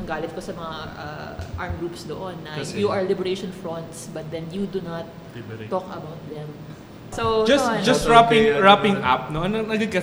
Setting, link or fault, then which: setting, busy venue